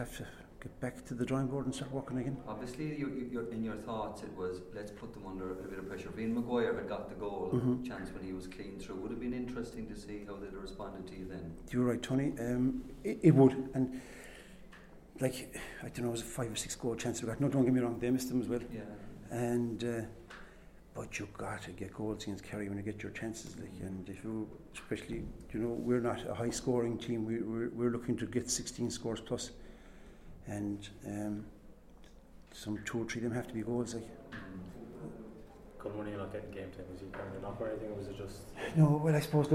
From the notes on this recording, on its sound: Full Press Conference. Post Munster Final.